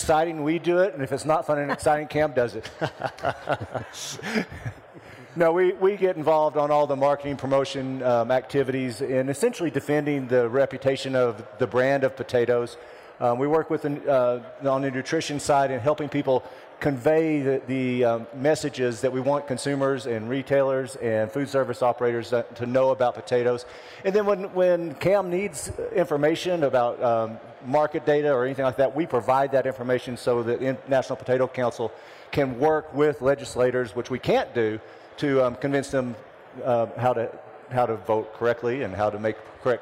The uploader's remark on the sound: During Potato Expo 2023. Came together for a live podcast recording.